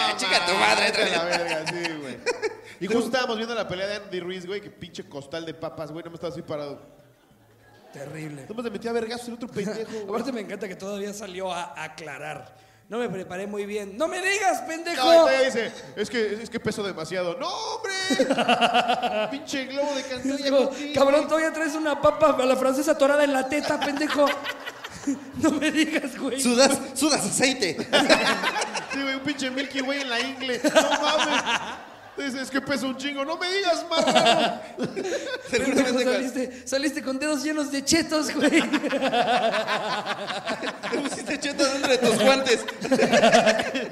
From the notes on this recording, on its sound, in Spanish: Anecdotario directamente en vivo desde Culiacán.